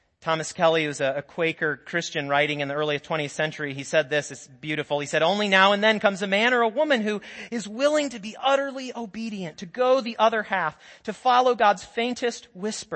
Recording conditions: large echoing room